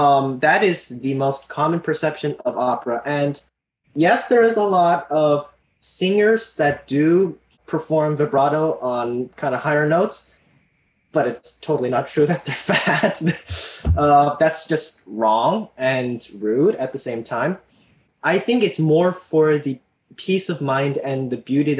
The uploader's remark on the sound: three passionate, articulate teenage opera lovers in a Zoom room together